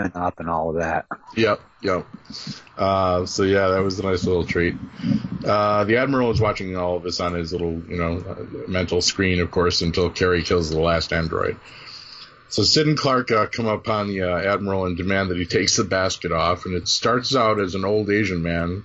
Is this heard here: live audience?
no